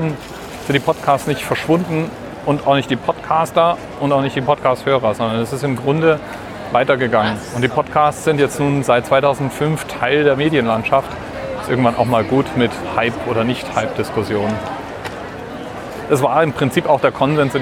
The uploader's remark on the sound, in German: Heute mal wieder eine Aufnahme von unterwegs, diesmal von der Frankfurter Buchmesse.